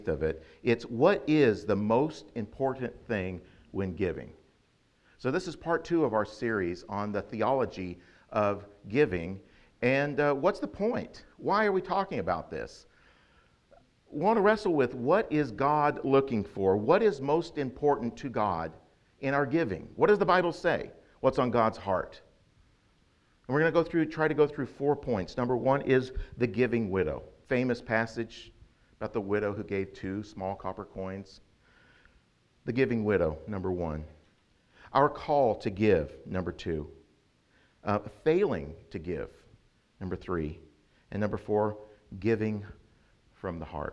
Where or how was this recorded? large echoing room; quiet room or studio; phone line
large echoing room